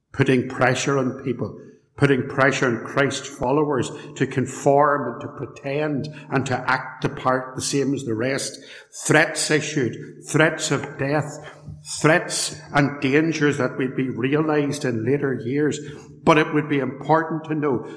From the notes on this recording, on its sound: A live address given at Templepatrick Reformed Church, on 18th February 2022. Podcast episode audio with thanks to Templepatrick Reformed Church.